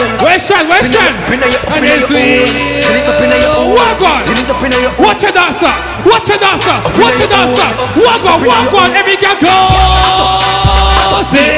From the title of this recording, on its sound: S.W.A.T Day Party Live Audio